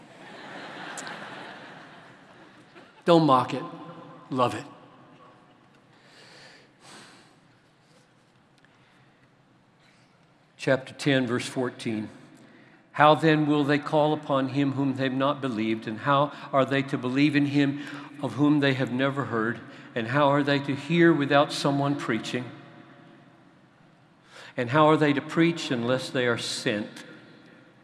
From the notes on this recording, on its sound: at the CROSS Conference in Louisville, where thousands gathered